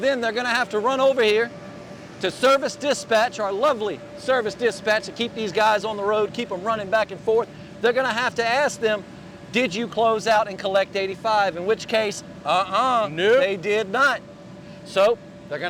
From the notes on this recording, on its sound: Report live from the Rogers annual Let's Get It Championship. This championship consists of a physical competition in which the Rogers team members split up into two teams and compete for a prize.